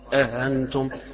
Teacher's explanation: بتسهيل الهمزة الثانية من غير حرف الألف بين الاثنين